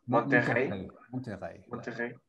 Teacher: All R's would be like the guttural, so throat.